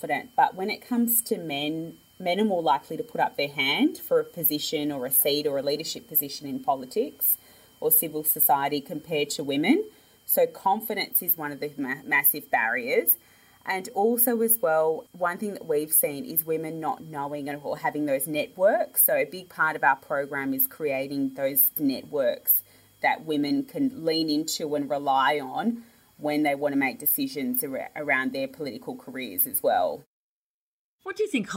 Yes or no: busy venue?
no